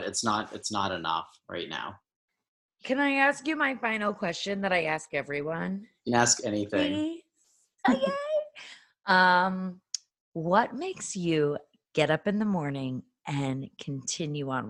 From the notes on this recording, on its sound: a little zoom chat